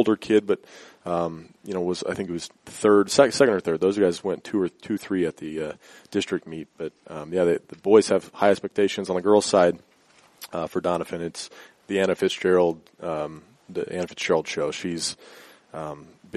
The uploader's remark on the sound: we were live from the Hastings Tribune Job Fair in Seaton Hall